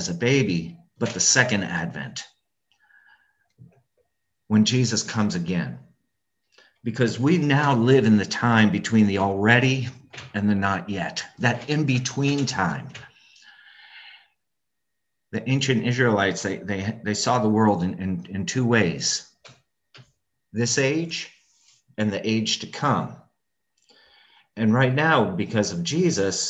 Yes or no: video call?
yes